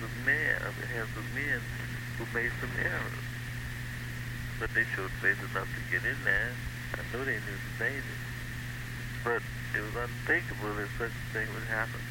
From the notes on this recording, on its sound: Phone call. The house in Philadelphia.